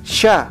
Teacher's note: Los hablantes del Cusco saben que su pronunciación de chka es ahora sha